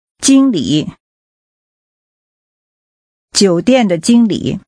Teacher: The tones are high level and falling rising.